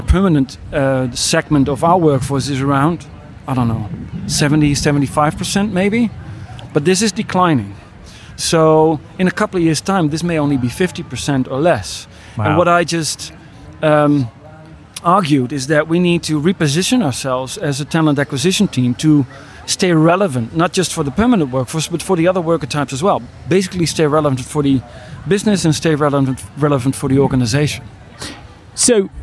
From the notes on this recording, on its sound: Spoke on The Hiring Without Boundaries stage at RecFest in London. We recorded the conversations backstage at the event.